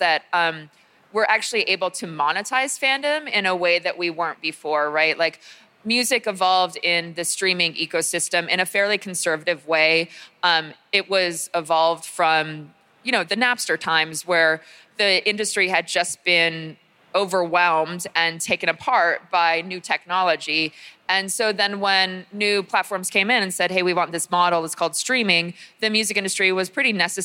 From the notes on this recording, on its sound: Recorded live at Consensus 2023 in Austin, Texas.